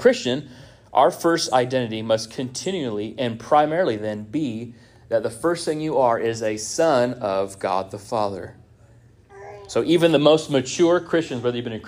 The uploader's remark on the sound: This sermon was first preached at Union Baptist Church in Orrick, MO on 06-18-23.